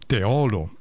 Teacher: tu dici O chiusa, ma è una O aperta